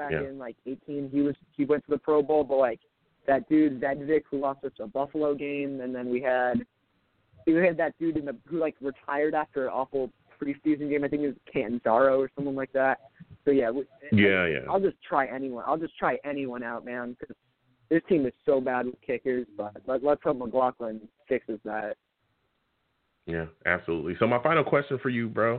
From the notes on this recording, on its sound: I’ll also take live callers!